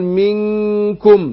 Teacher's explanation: يبقى انا رققت غنه النون هنا عند الكاف